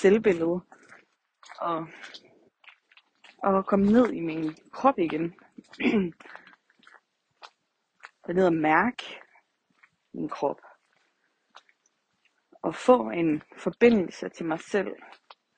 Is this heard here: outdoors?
yes